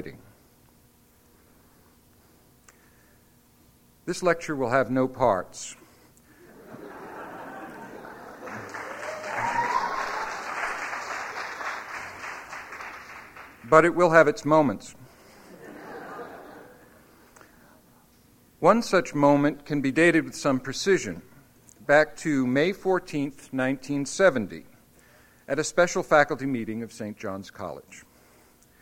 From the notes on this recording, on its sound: Recording of a lecture delivered on April 13, 2001. As part of the Formal Lecture Series.